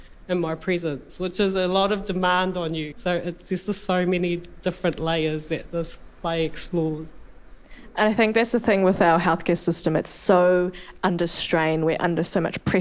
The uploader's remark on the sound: Recorded live at the ASB Waterfront Theatre after a performance of 'Things That Matter'.